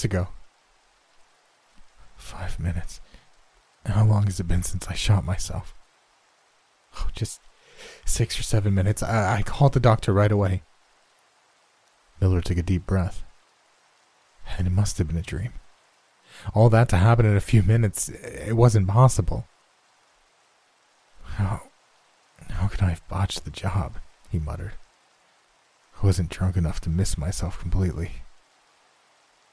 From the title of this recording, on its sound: Rain & Thiunder Sounds